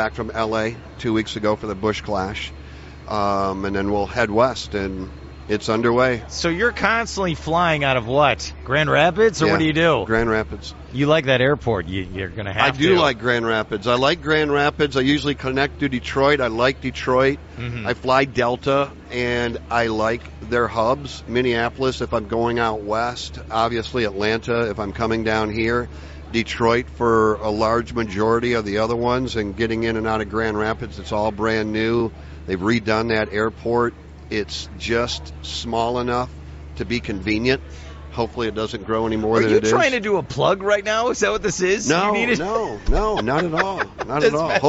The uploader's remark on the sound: joined live at the Daytona International Speedway